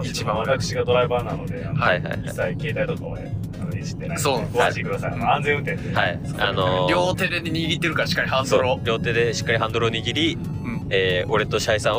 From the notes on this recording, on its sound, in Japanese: 車内での収録につき、音声が悪めです。今回はホドガヤを飛び出し車内で収録！